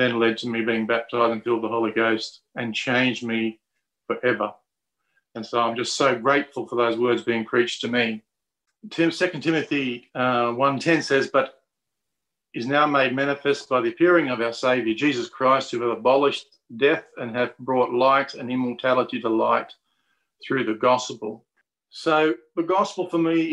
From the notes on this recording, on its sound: Talk 2 from the Wednesday United zoom meeting on 20 January 2021.